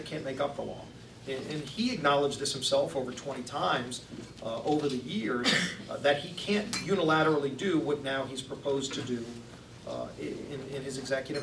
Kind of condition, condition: setting, busy venue